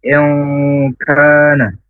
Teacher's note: Ditahan dua harokat di ongnya. Kemudian ka panjang dua harokat. · Term: ikhfa al-ma'ad